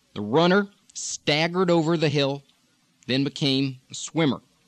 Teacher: tighter R with the tongue higher and more focused on the palate